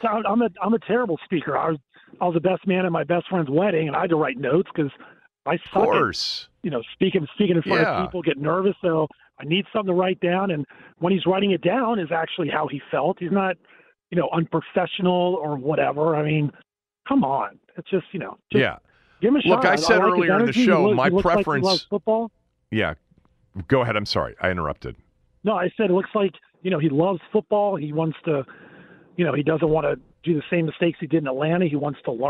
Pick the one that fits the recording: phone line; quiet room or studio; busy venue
phone line